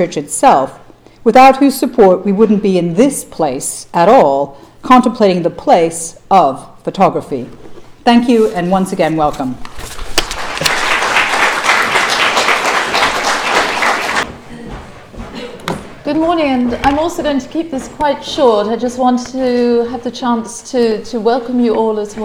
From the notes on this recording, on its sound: Opening remarks on the first day of the conference.